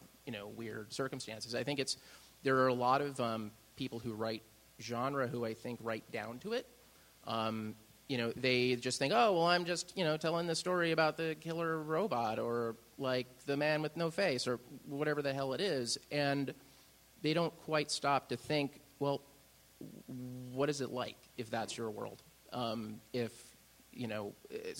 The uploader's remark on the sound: Recorded live at the Austin Film Festival on October 24, 2013.